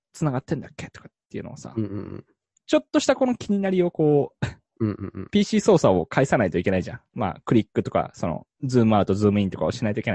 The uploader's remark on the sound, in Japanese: 久しぶりの収録はzoomでリモート収録。ヘッドセットだと音質微妙だったのでコンデンサマイクで撮るようにしました。